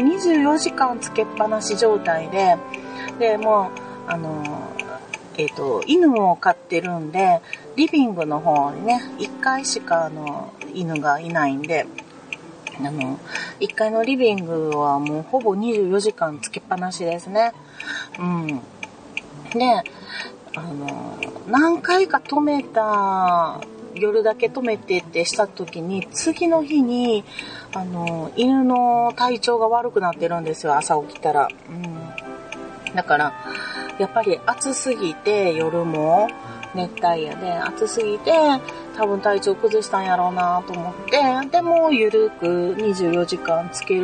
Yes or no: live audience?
no